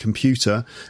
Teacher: in the word computer, there's an R at the end, but you don't hear me say it, computer, and it's the same for you, although you do the American T sound, I think, computer.